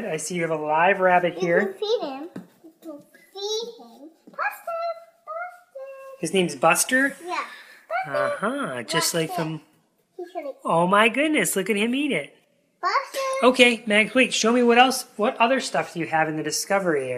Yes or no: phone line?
no